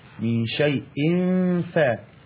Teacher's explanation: إخفاء حقيقي، يعني أغنه حركتين